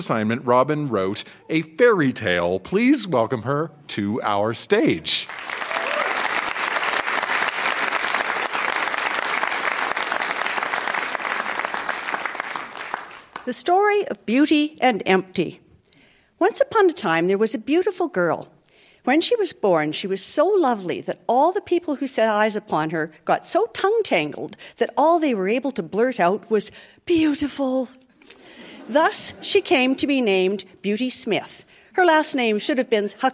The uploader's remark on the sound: Recorded live at the Leacock Theatre at Mount Royal University in Calgary.